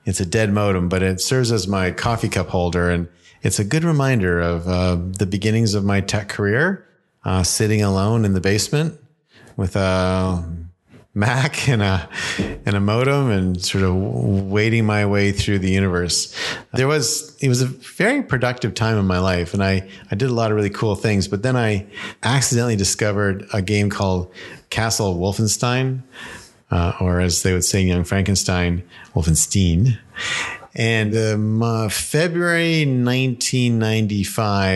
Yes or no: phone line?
no